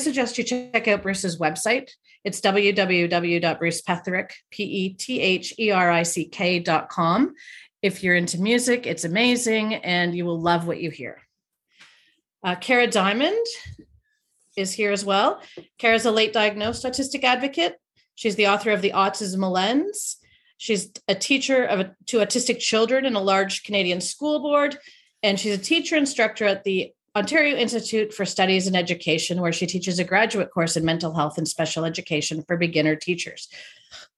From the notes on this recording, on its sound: this was initially recorded as a video webinar